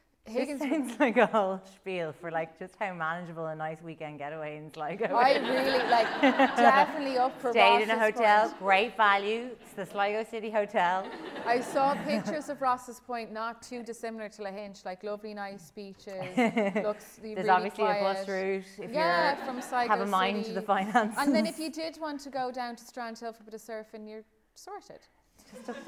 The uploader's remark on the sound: This week we have the second of our Halloween live shows - fear. DISCLAIMER: This was recorded in a live venue and the sound is inconsistent in places.